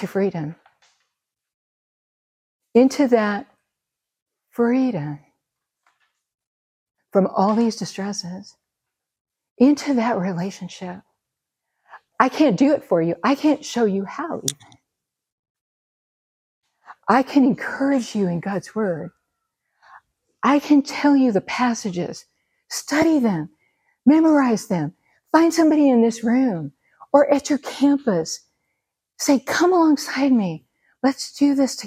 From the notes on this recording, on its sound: Recorded at Seabreeze Church